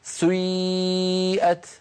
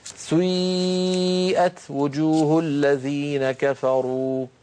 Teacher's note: ينطقونها بيبدأون بضمة ثم يعودون إلى الخلف فينطقون ياء هكذا سيئت، هذه الحركة يسميها العلماء حركة مركبة، مركبة يعني من حركتين أولها ضمة وآخرها كسرة كما نطقتها لك، سيئت وجوه الذين كفروا، هكذا تنطق يا أخي الكريم، بارك الله فيك.